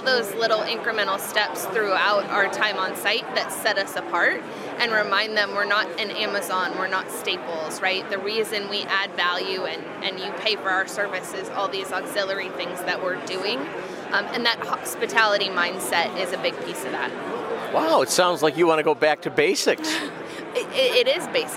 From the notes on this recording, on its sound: When the question was asked on the convention floor at CTW, there was no shortage of opinions from operators and industry observers. Brings those convention floor conversations directly to you.